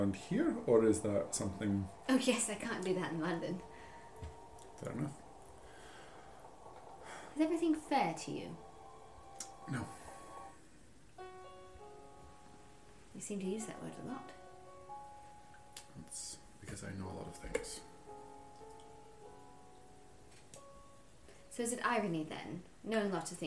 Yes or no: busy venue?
no